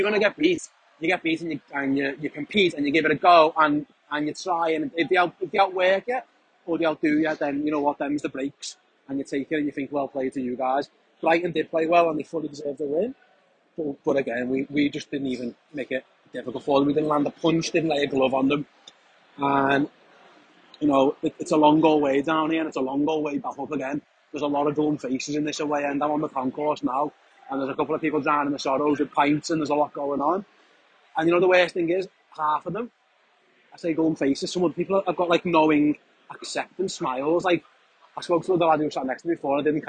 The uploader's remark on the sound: live from the AMEX